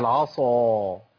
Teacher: الصاد فيها تفخيم وتفخيم اضافي نتيجه الاطباق